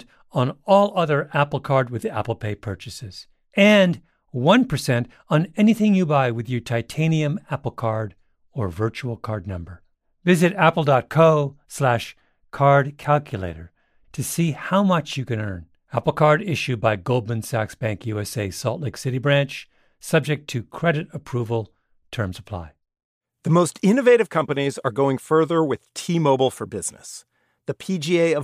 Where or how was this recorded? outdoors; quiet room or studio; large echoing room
quiet room or studio